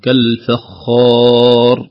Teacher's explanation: الخاء مع المد والراء عند الوقف مفخمة. كذلك لا نقول كالفخار أو كالفخار، لا كالفخار، الخاء بمدها والراء بالسكون عليها.